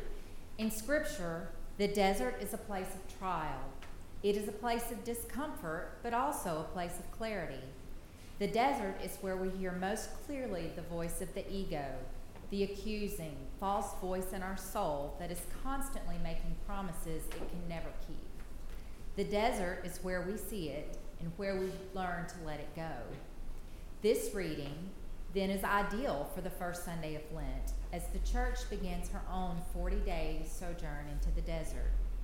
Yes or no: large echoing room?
yes